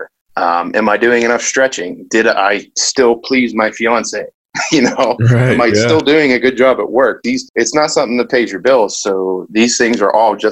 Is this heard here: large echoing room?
no